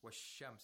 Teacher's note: The word الشَّمْس، we have a sun letter in the word shams. So we have to pronounce the sheen with tashdeed without pronouncing the lam sakina.